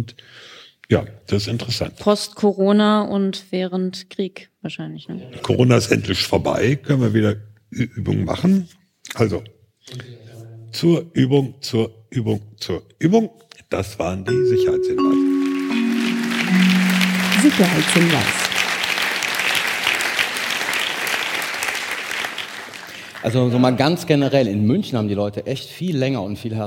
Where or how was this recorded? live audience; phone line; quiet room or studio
live audience